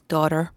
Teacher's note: a dentalised T in the middle of words, so the word daughter, for example, becomes daughter.